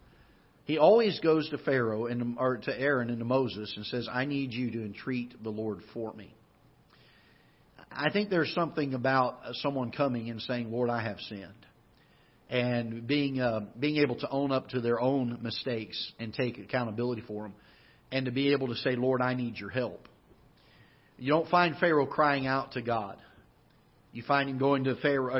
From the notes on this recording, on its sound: Ketha Heights Baptist Church ~ Live Broadcast. Live broadcast from the auditorium of Ketha Heights Baptist Church in Festus, Missouri.